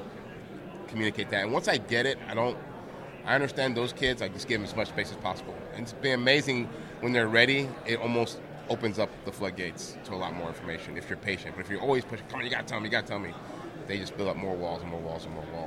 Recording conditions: busy venue